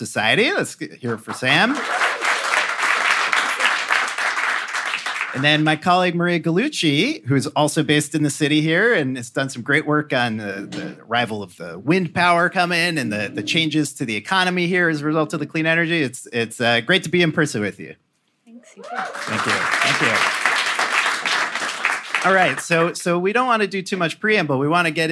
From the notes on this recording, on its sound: A panel from our recent live event with Canary Media.